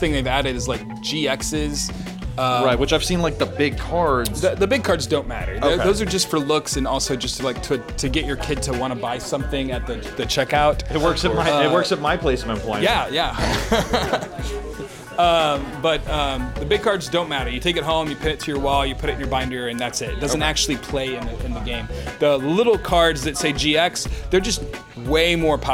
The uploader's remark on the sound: Yet another live stream at Doc's Comics & Games